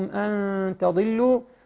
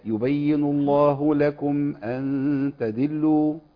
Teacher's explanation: والضاد طبعا يعني معناها مكسوره لكنها حرف استعلاء · Shown in: first take